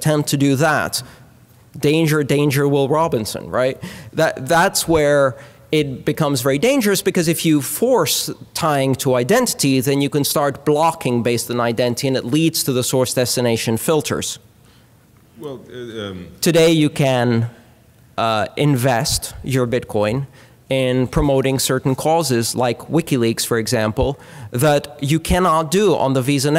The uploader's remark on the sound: before a tiny audience at the Bitcoin 2013 conference